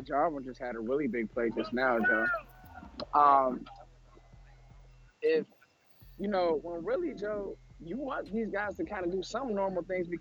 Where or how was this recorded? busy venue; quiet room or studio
busy venue